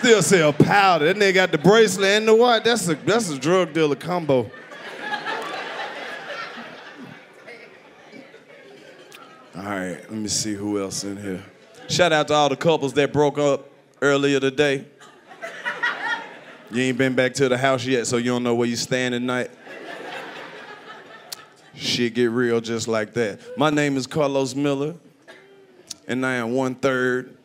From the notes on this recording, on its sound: Live from Huntsville Alabama at the Stand Up Live Comedy club featuring stand up comedy, rapping, singing, dancing and a whole lot more from the whole crew.